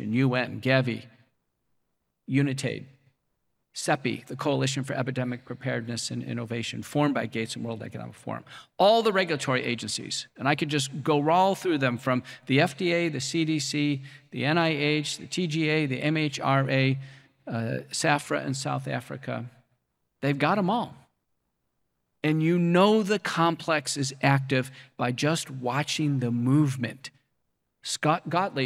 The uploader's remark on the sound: We're replaying a lecture